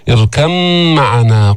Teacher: قلبت الباء ميما، ولا بد من إظهار الغنة لأنك أبدلت من الباء ميما ساكنة وفيها غنة. · Term: إدغام الباء في الميم